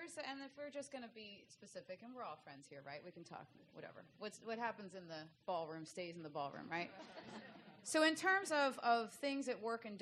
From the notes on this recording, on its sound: recorded at the 6th annual Patients as Partners US conference